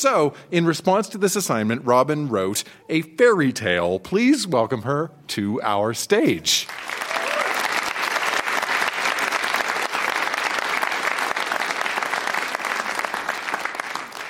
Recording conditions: live audience